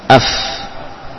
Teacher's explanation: Bibir bawah, bagian dalam dengan gigi seri atas. · Term: huruf fa